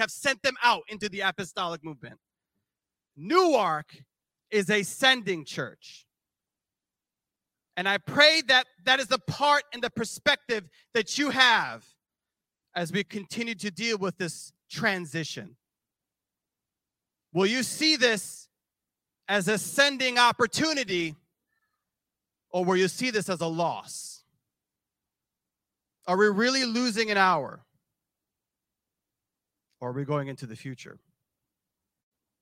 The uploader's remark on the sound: This JAT was recorded live on March 5th, 2023 at Newark United Pentecostal Church.